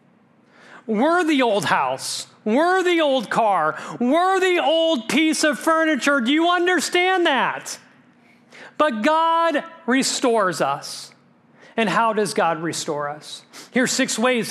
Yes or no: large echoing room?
yes